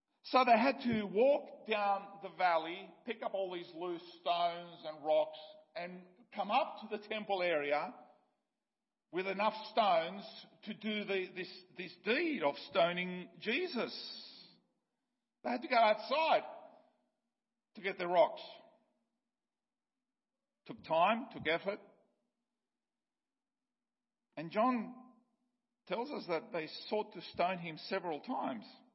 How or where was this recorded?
large echoing room